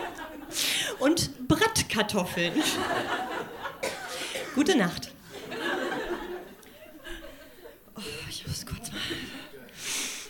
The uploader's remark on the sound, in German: Ausschnitte aus der Veranstaltung vom 09.12.2018 im Monarch, Berlin. Liveshow am 09.12.2018 im Monarch, Berlin. Heißen Dank an den Monarch, unser tolles Publikum.